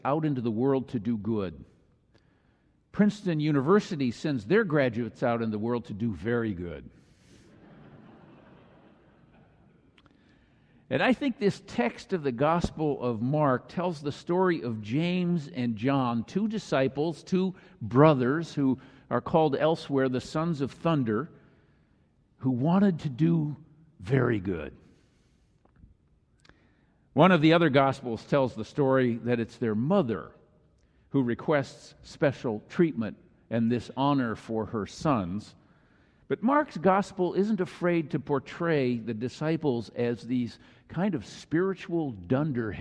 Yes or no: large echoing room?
yes